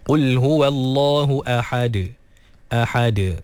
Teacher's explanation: Kemudian ha dikeluarkan daripada kerongkong pertengahan. Dan juga dal diqalqalahkan.